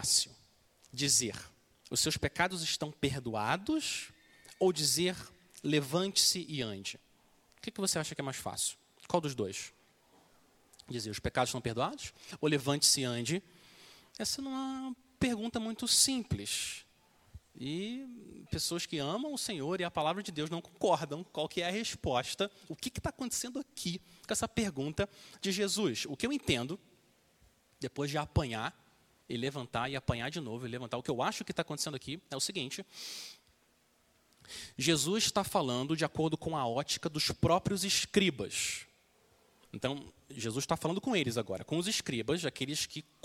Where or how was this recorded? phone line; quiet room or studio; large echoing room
large echoing room